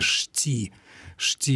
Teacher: в диалектах слово «щи» произносилось с двумя согласными